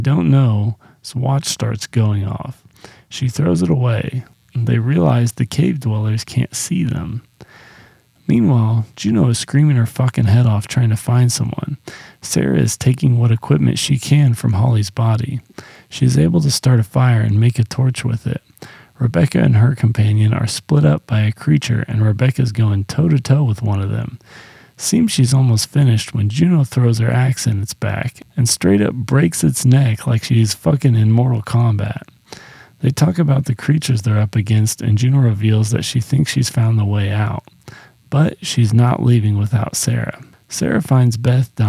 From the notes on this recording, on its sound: Sorry about the mic buzzing. I didn't really notice it until I was deep into the editing process.